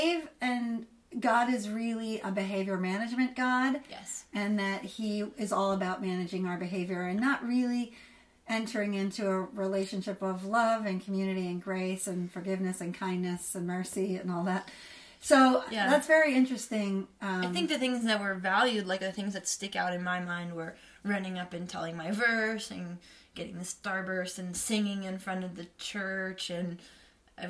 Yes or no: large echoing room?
no